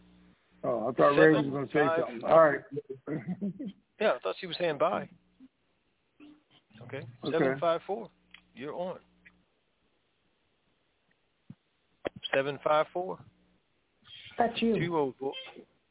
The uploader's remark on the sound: TNTSuperfantastic Conference Call